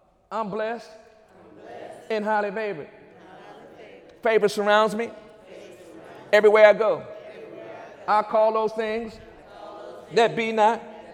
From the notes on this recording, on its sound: During Wednesday night service on February 8, 2017